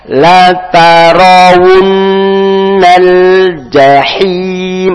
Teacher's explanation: La tarawun, kemudian nun bertasdid, tidak ditekan tapi berdengung dua harokat.